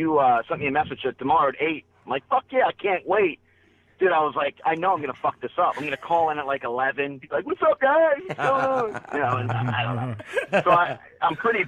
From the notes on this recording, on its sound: Came in live. Called in to talk to us.